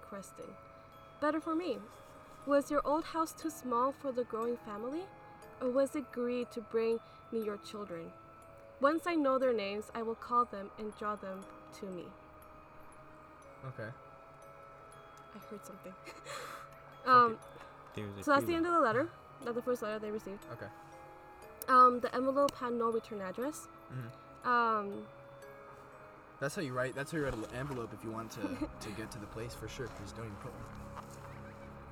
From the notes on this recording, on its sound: recorded at an abandoned water aqueduct in the middle of the forest